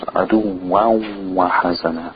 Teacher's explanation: The noon is eaten up by the waw or merged with the waw. It's called idgham.